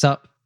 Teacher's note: We might take off the first syllable and just connect the S to the up, almost the opposite of what we did in the first variant.